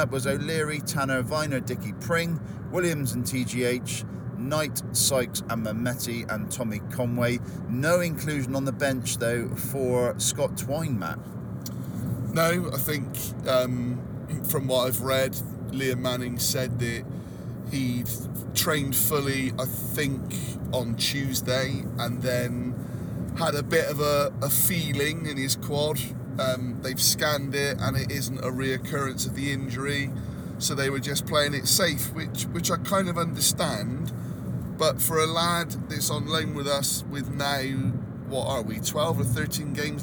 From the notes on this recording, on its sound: We recorded this pod on the way home from Sheffield to kill a bit a time.